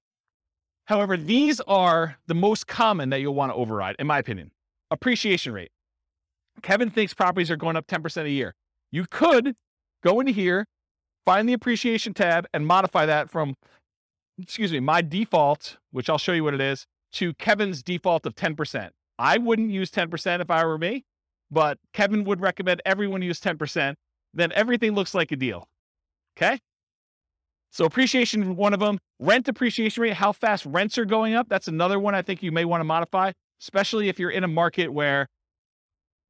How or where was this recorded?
live audience